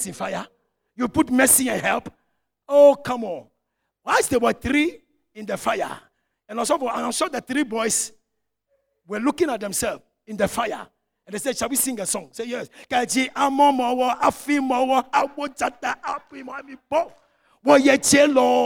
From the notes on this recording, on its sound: Sermon preached at CBC Shiashie Campus